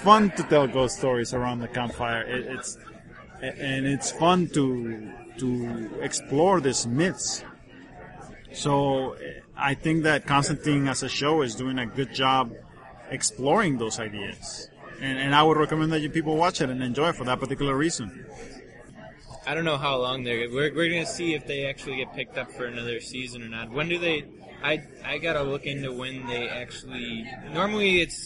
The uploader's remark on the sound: Live From WindyCon!